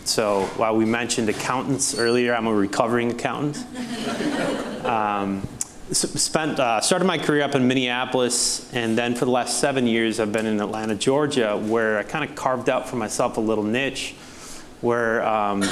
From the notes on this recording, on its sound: This is the third and final installment from The Balancing Act Podcast - LIVE, which was recorded on November 15, 2023, at The Main in downtown La Crosse, Wisconsin.